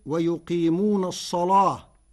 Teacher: كلمة الصلاة بتغليظ اللام فتصير ويقيمون الصلاة، لمجاورتها الصاد المفخمة وهي لغة عند العرب.